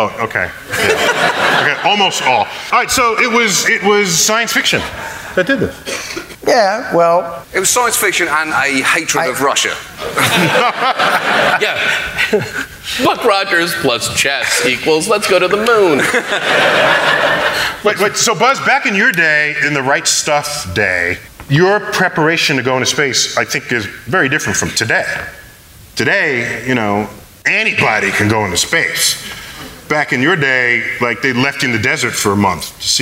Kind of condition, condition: setting, live audience